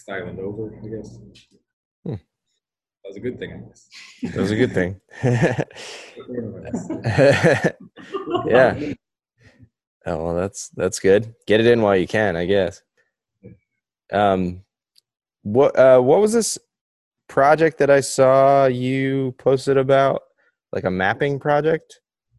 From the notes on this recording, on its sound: Sorry the audio isn't great! We recorded over Zoom across the planet from one another!